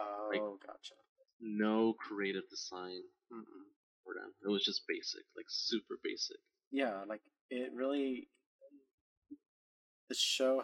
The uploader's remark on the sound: Excuse the poor audio and many other flaws. This is as amateur as can be.